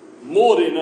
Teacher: Because it's morning, stress on the first syllable.